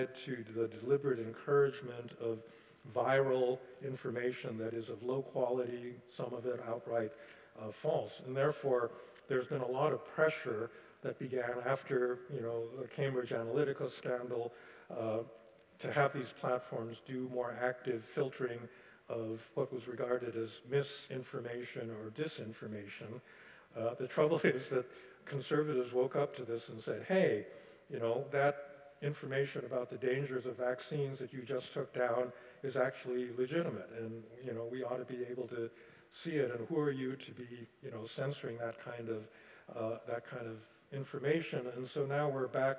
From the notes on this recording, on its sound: Delivered the convocation, “The Global Challenge of 2024,” at Carleton's Skinner Chapel on Friday, January 26.